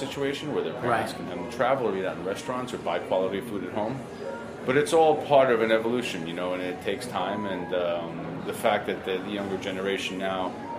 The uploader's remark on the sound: Records a special episode of Cutting the Curd on location at Eataly New York.